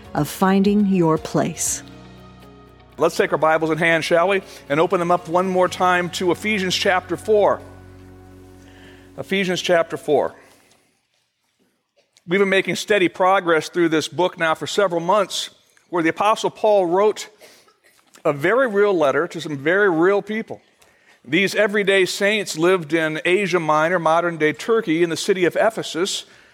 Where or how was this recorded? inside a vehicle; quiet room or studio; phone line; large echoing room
large echoing room